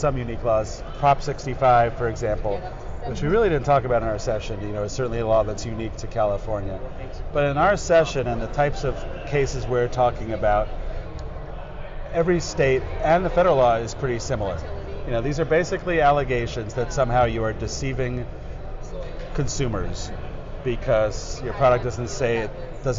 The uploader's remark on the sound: In this podcast, recorded on the expo hall of SupplySide West in Las Vegas in September 2017.